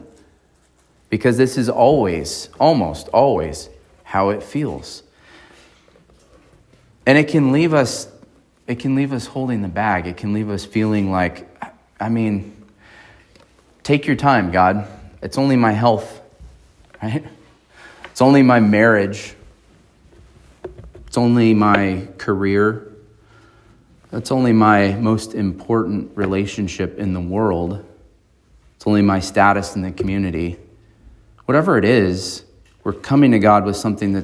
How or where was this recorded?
large echoing room